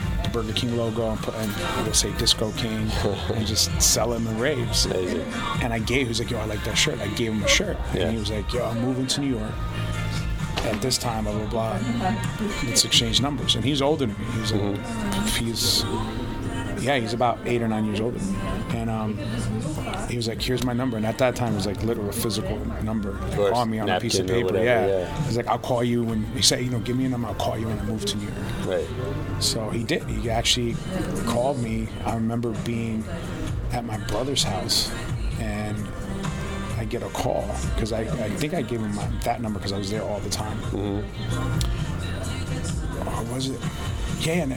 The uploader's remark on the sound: LIVE at ADE